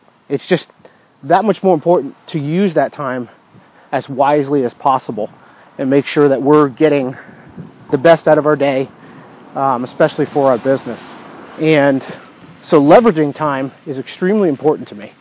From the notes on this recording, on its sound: In this episode, I am walking outside, leveraging a chance to get fresh air and exercise, while recording a podcast. Dictamus – Used to record the episode (I later found that I could have increased the quality of the recording, oh well).